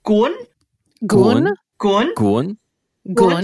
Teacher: So there's this upward intonation on the accent.